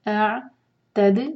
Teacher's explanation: الف اور عین کا مخرج انشاءاللہ واضح ہو، الف پہلے عین بعد میں. اعتد دال پر قلقلہ